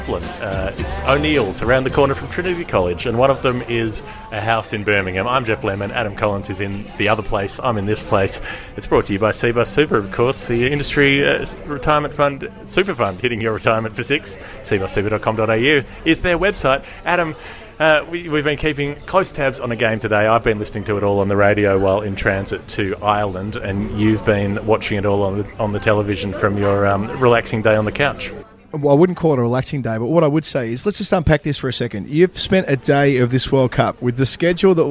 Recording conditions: busy venue